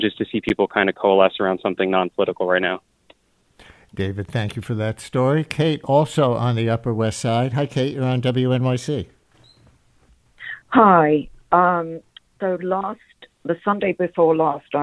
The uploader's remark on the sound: Listeners call in share their remembrances.